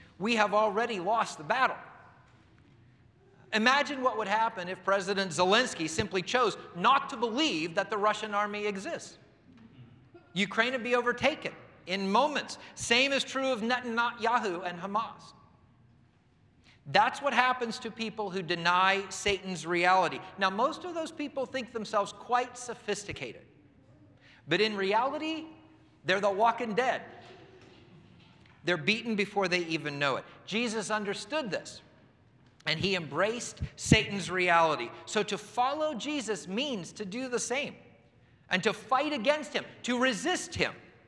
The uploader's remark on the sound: presented by Asbury Seminary Kentucky Chapel, recorded on Thursday, November 2, 2023 at Asbury Theological Seminary's Kentucky campus